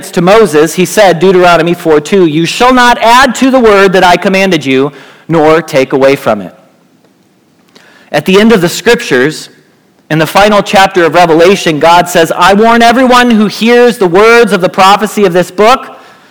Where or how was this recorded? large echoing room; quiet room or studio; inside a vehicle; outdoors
large echoing room